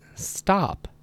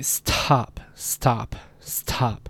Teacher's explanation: the breathiness at the end of the T disappears · Shown in: first take · So again, if you hold the piece of paper up in front of your mouth and you say stop, the piece of paper isn't going to move after the T.